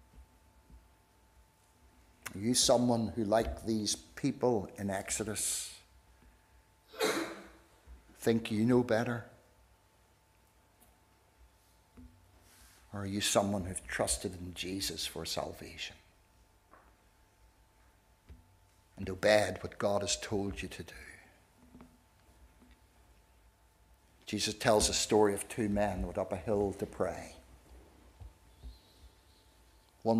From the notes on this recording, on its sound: This is the recording of the Bible reading and sermon from our harvest evening service